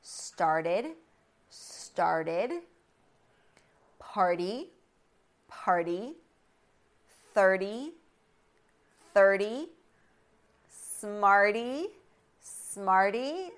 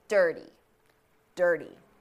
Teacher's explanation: So flap T sound, meaning a D sound.